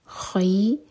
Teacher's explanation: خی یہ مدلین، فتح کو یا سے جوڑیں گے